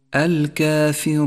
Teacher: جاء حرف الواو وهو حرف مد وجاء بعده حرف ساكن بسبب الوقف وهو النون، فيجوز أن نمد هنا 2 حركات أو 4 حركات أو 6 حركات، ولكن يحسن بك أن تستمر على طريقة واحدة في مد العارض للسكون تستمر بها حتى نهاية جلسة تلاوتك. · Term: المد العارض للسكون